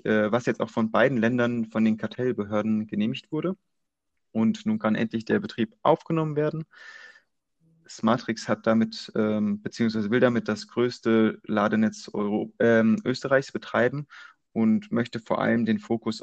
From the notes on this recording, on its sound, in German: Ich hatte eine erfolgreiche Zeit auf der Intercharge Networking Conference und entschuldige daher die Soundqualität sowie mögliche Missverständnisse die durch die Aufnahme übers Internet passieren.